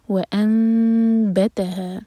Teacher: نون میم میں چینج ہوا ہے، یہ اقلاب، میم کو ہولڈ کریں گے لیکن ہونٹوں کو ٹائٹ نہیں بند کریں گے، دو سیکنڈس کا ٹائم دیں گے پھر با پڑھیں گے۔